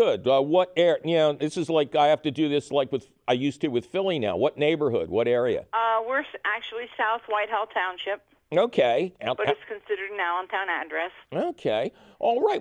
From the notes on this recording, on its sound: takes your phone call questions